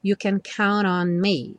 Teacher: Se você estivesse falando essa frase, você poderia falar you can count on me. Count on, o N já juntando o count com o on